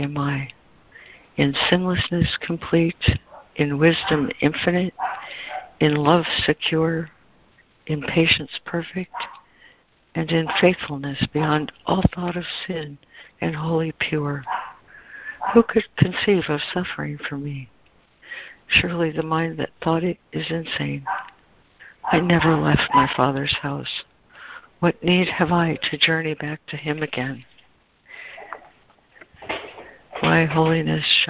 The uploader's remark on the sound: ACIM Daily Conference Call